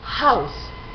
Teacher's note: la H se aspira a principio de palabra